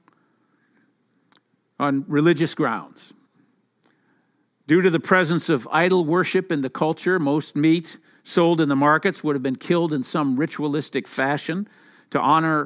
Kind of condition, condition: setting, large echoing room